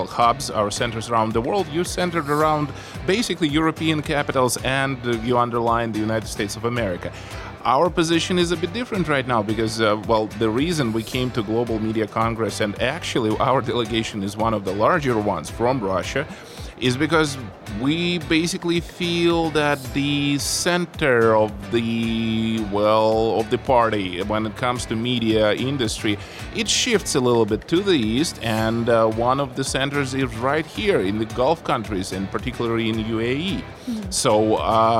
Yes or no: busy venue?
yes